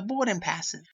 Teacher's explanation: she's dropping the R's in words like boarding · Term: dropped R